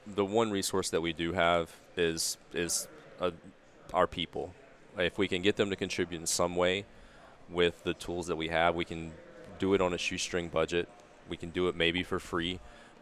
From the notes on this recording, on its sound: This recording was following an "unconference" breakout at Microsoft Ignite on the topic of community building. Recorded in November 2019 from Microsoft Ignite (#MSIgnite) Podcast Center.